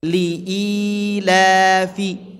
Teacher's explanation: huruf lamnya itu punya hukum mad tabi'i dibaca dua harokat, ya, dua ketukan saja